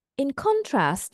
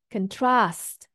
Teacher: trust is our stress. Okay, it's a second syllable stress. · Shown in: second take